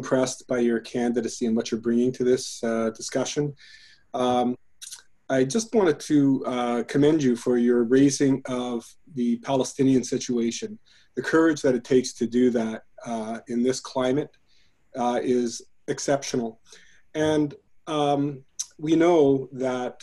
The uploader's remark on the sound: The Hamilton Coalition to Stop the War hosted a meet-and-greet via Zoom.